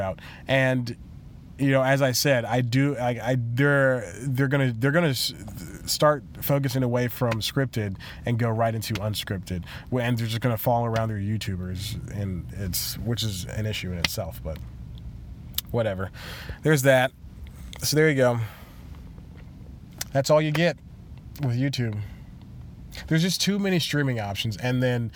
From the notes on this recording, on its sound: In another weird place (physically) again as he records this episode in his car.